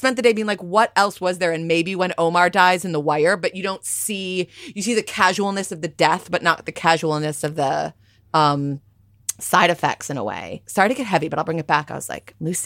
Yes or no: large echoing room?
no